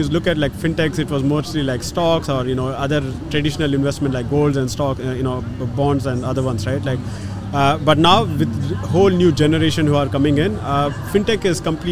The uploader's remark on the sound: The Change Officer is at Step 2022 Conference! We are joining the thousands of experts, leaders, and visionaries in conversations on technology & innovation in Dubai Internet City.